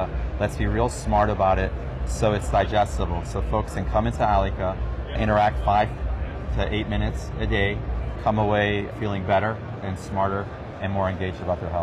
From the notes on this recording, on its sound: An Interview in Action live from ViVe 2023.